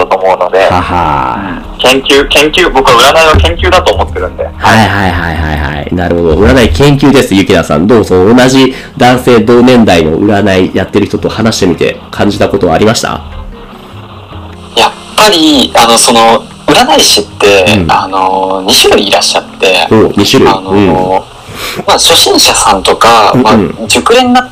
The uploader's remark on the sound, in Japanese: 今回機材トラブルで音割れが発生しております